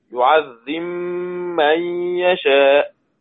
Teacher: يقرأ السوسي بإدغام الباء في الميم